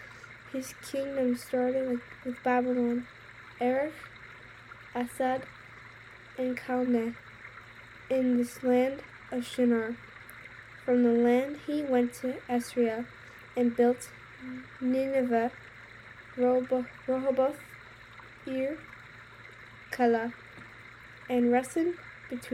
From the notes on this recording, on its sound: Background sounds: Creek